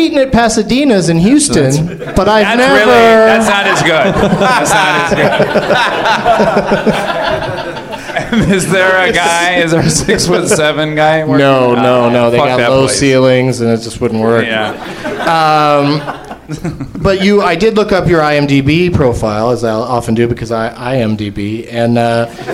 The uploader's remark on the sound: Live from the Nerdmelt Theater at Meltdown Comics in L.